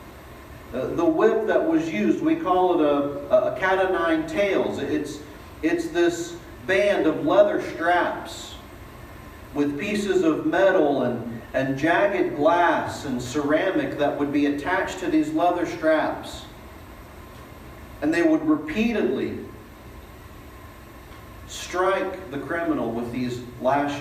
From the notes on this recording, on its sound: Delivered at East Eleventh Street Baptist Church